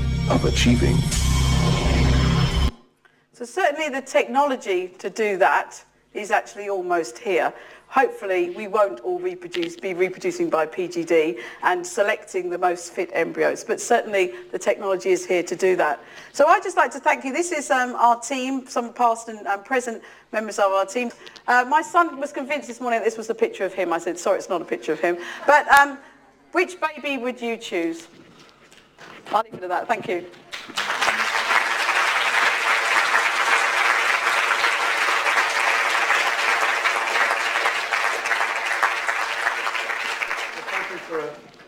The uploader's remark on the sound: UCL Lunch Hour Lecture